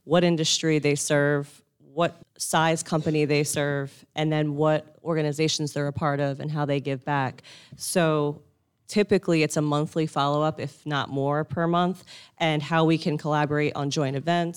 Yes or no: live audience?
yes